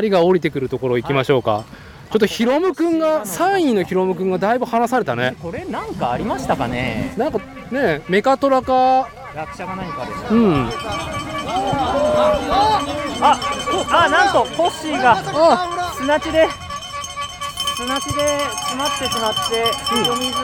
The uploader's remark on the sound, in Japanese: 屋外収録 シクロクロス全日本シングルスピード日本一決定戦で飲む。